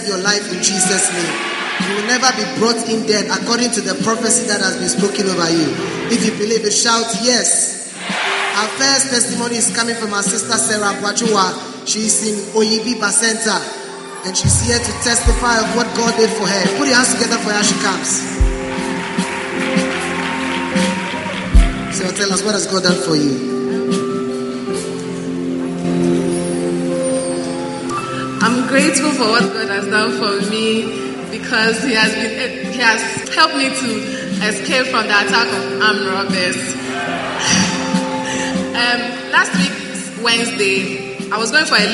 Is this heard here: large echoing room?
yes